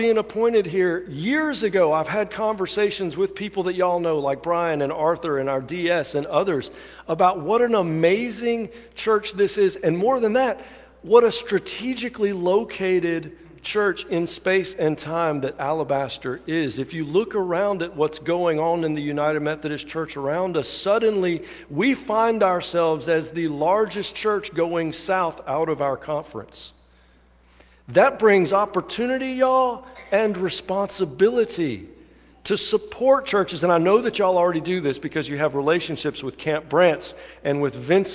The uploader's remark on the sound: At the 11:00 traditional service. Alabaster First United Methodist Church.